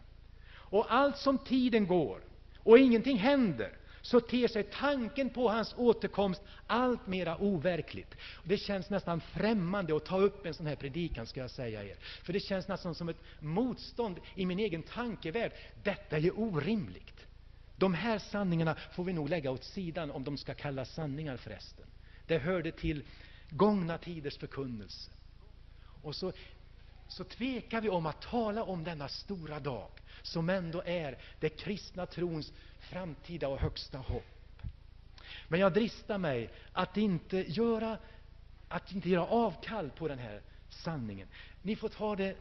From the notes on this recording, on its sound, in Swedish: Inspelad i Hönö Missionsförsamling 2000-12-03.